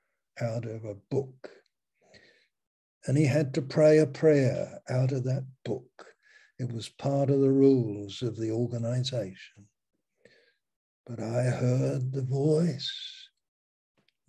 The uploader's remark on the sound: Malaysia Meets (Zoom)